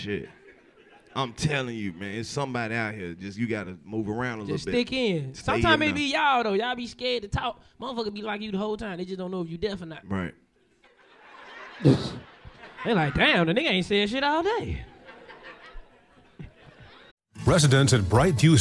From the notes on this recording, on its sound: Light up Nashville with a fiiiiiiire live podcast from Zanies Comedy Club. If your in the front row at a live podcast - you getting roasted by the best roasters in the game but its all love!